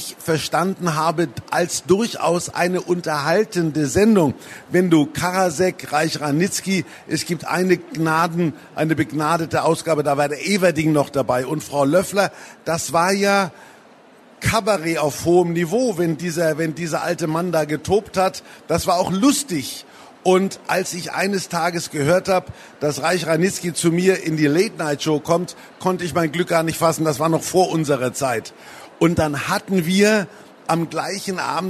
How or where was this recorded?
busy venue